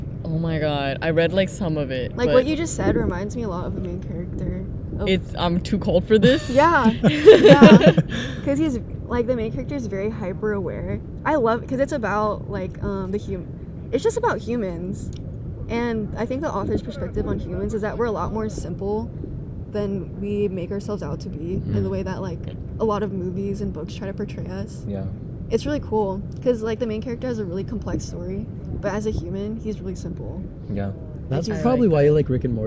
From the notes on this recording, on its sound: recording episode 7 on the top of a cliff by the beach